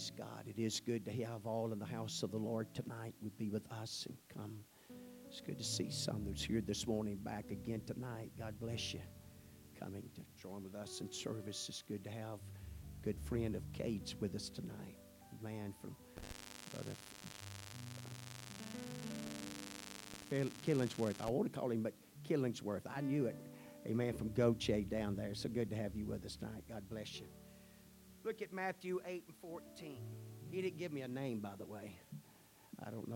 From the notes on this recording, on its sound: at the First Jesus Name Church of Benndale on the Sunday night of 1 - 28 - 2024